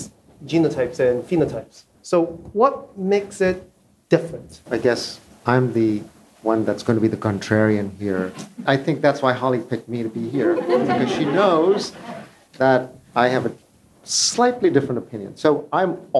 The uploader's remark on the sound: LIVE in New Orleans. We're LIVE from New Orleans, Louisiana! Live podcast panel.